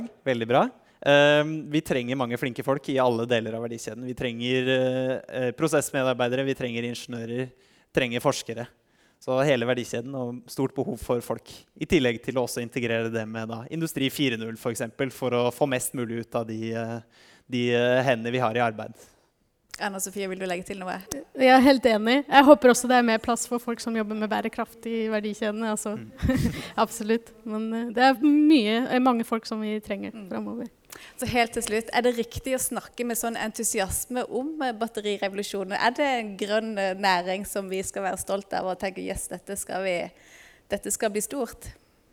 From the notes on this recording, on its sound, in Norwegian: Denne podkastepisoden er en live-innspilling fra Energiseminaret 2023 på NMBU.